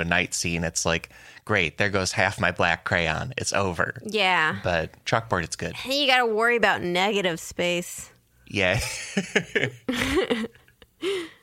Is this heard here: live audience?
no